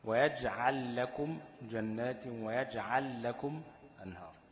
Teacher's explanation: بادغام اللام في اللام